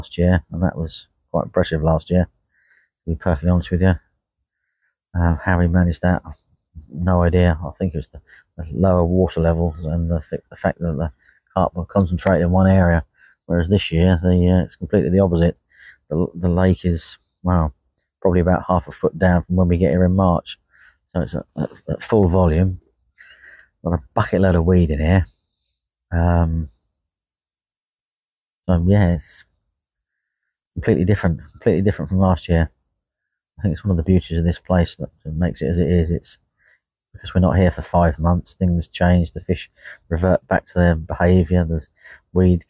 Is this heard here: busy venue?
no